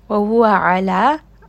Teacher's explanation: وَهُوَ عَلَى. عَيْن is going to be from the middle of the throat.